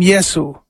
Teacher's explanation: He was called by the short form, Yeshu. And there is no sh sound in Greek and Latin, so it became Yesu